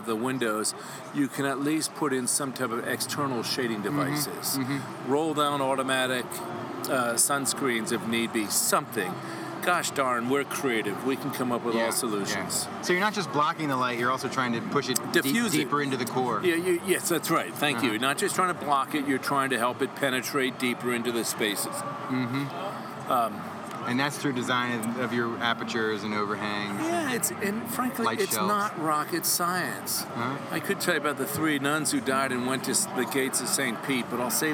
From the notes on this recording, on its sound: Live from the Texas Society of Architects 2017 Expo and Convention